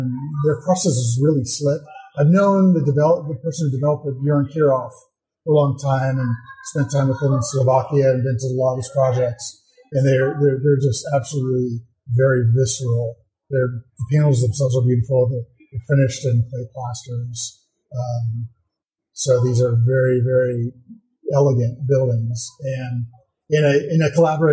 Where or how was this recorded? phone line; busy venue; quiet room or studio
busy venue